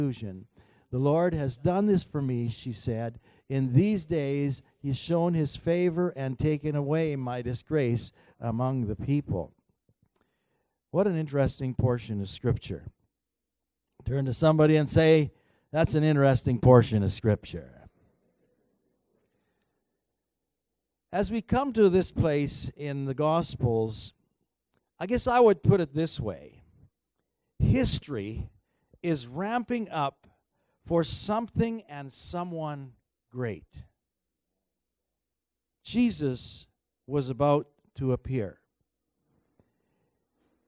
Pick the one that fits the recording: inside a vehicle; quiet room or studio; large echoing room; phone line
large echoing room